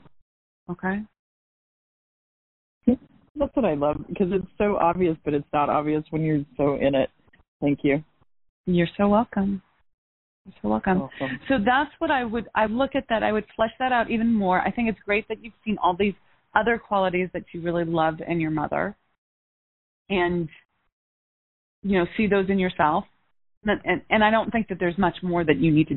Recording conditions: phone line